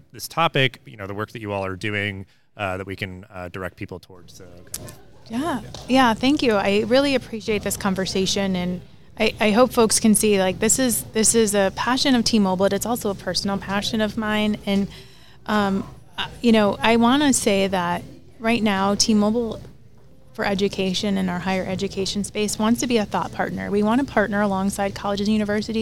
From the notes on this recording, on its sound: This special live episode was recorded on the show floor at the Times Higher Ed Digital US Event held at Illinois Tech in Chicago this past May.